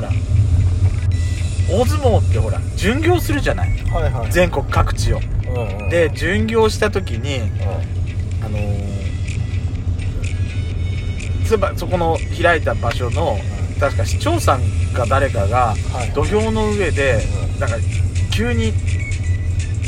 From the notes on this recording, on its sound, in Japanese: ドスドライブ収録 #ロードノイズゴメンね